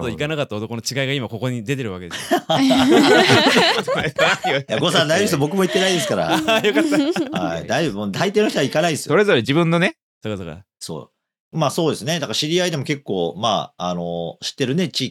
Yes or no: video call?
no